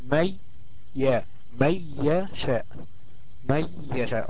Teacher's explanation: النون الساكنة ديت هتقلب ياء وتضغم في الياء التي تليها، يعني كأنها ميم ياء ثم كلمة يشاء، كويس؟ · Term: الإدغام بغنة